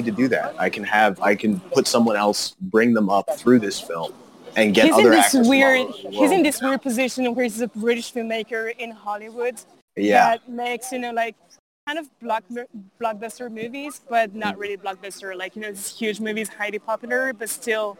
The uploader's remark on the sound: joins us live from a cafe in Lyon, France